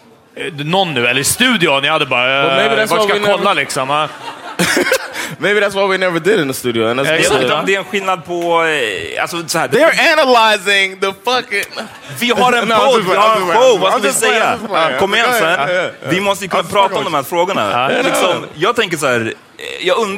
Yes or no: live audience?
yes